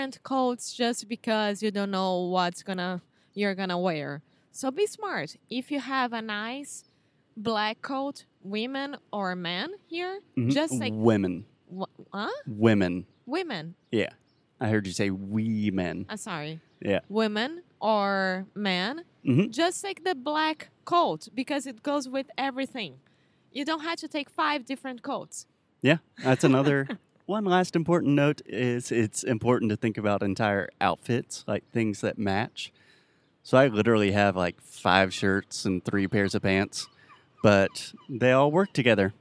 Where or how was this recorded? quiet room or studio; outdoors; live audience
outdoors